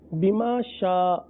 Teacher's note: شاء کو تو کھینچنا ہے شین پر مد ہے آگے حمزہ ہے